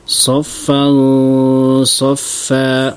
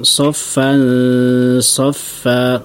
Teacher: Ya, intinya kalau dia tanwin atau nun sukun bertemu dengan huruf-huruf ikhfa yang tebal kayak apa itu sa, da, ta, dha dan qaf, ada lima ini, maka bacanya kita tebalkan dia punya dengungan.